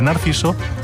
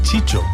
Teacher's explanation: muchas veces el sonido C o S pasa a ser Che, como en Chicho, a partir de Narciso